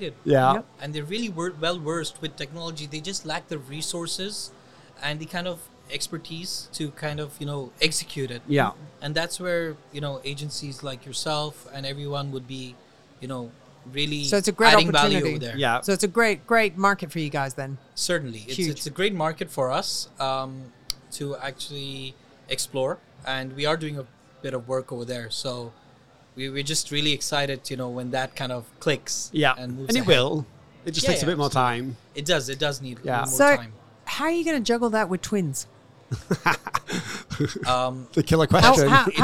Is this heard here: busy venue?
yes